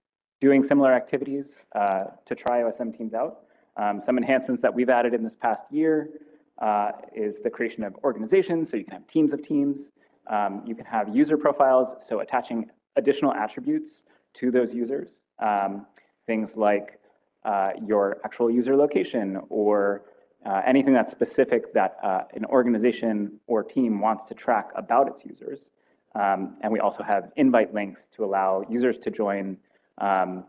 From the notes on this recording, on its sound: Lighting talks registered during the State of the Map conference.